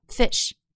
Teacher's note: 其中的 i 发的是短音 e，读成 fish。短促有力